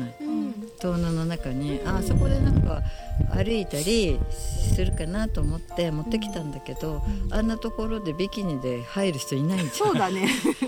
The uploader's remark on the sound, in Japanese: 惜しいことに風よけのシェードをつけ忘れてしまったため、山田の牡蠣小屋収録では恒例の放送事故回となってしまいました。最後に聞こえるカモメの声が爽やかです。